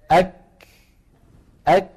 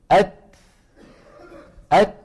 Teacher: الشدة أولا ثم الهمس